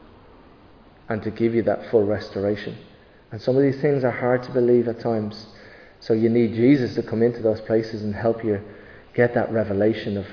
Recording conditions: large echoing room